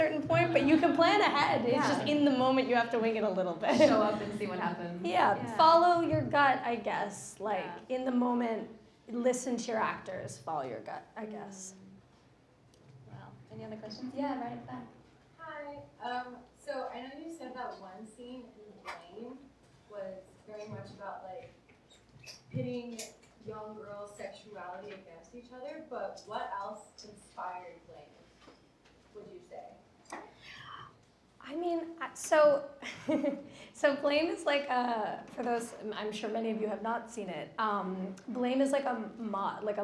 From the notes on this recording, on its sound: LIVE from Production Connect. Recorded LIVE at Production Connect’s indie film night.